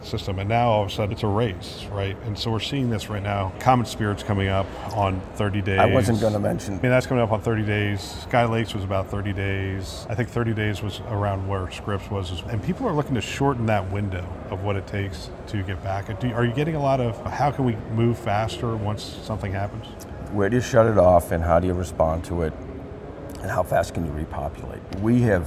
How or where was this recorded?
busy venue